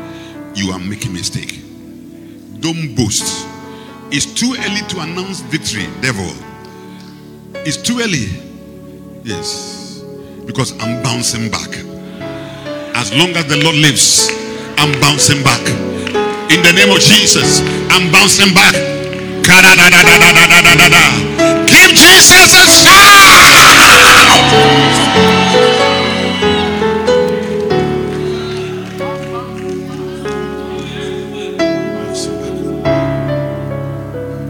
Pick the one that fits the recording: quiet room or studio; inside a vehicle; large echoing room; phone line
large echoing room